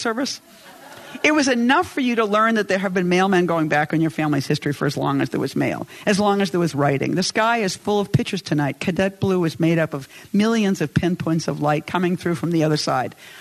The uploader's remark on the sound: Reading her poetry to a live audience at the Chicago Humanities Festival.